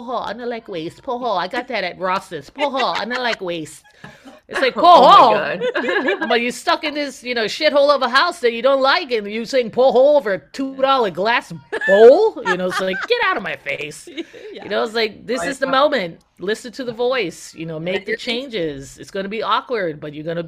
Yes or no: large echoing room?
no